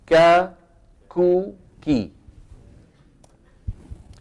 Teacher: أما الكاف فكما ذكرت منذ قليل هي من أقصى اللسان مع الحنك اللحمي والعظمي